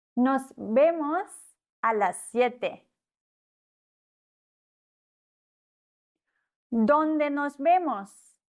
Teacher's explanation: An Wortanfang ist es ein härteres B und in der Wortmitte ein weicheres B.